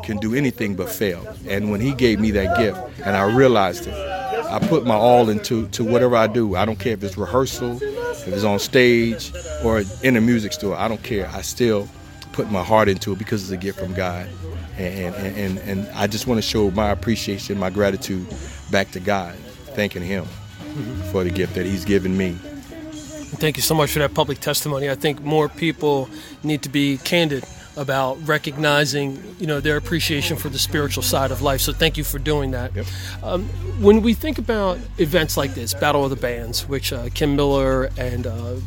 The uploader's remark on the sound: before his performance in Trenton NJ at the Battle Of The Bands Event